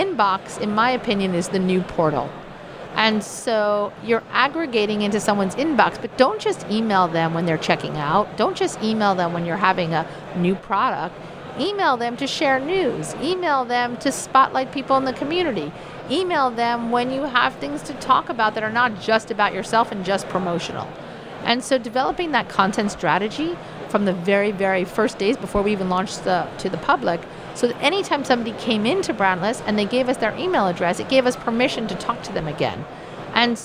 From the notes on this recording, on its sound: live from Slush 2019